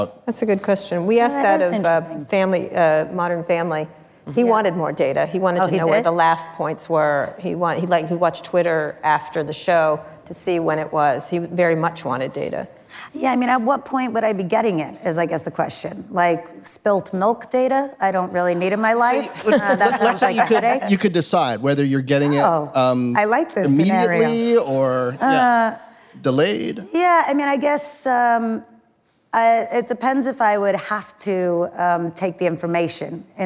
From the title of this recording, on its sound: Live at Code 2019